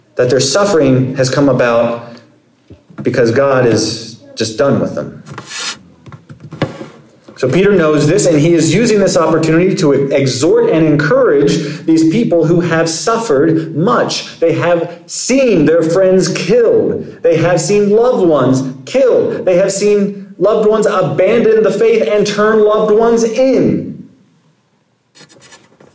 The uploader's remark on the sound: Sermon preached at Compass Community Church on June 4, 2023.